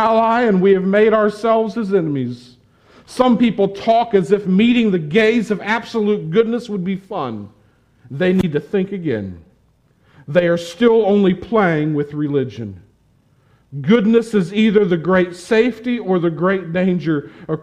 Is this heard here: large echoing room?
yes